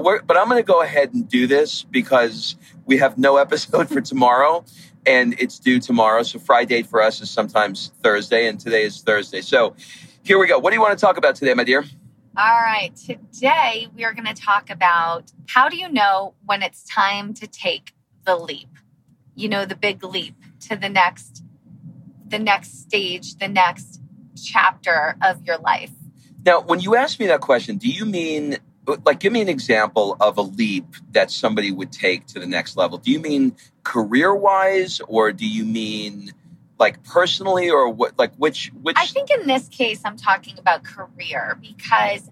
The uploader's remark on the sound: Car Edition